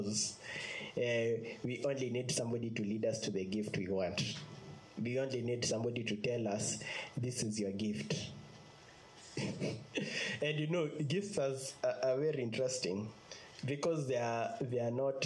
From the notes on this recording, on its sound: Preached on 2nd August 2020 at Infinite Fellowship Ministries